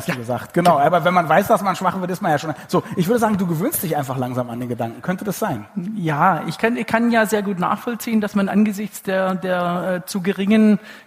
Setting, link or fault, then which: setting, live audience